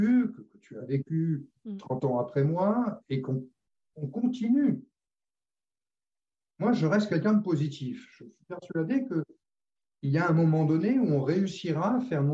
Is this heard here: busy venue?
no